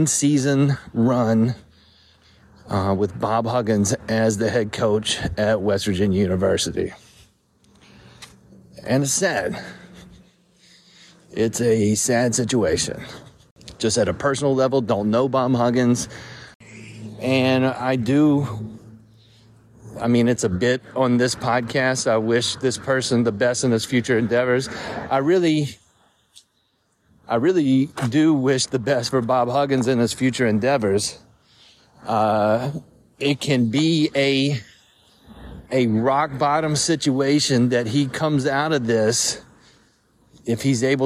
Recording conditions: outdoors